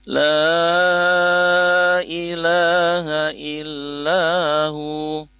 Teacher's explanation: Faqul hasbi Allahu la ilaha illahu, kalimat la ilaha illahu, ya, lamnya alam apa lam alifnya itu berharokat fathah, kemudian ada kalimat huruf alif secara bacaan, maka lamnya lam alifnya harus dibaca panjang 4 harokat, ya. La ilaha illahu.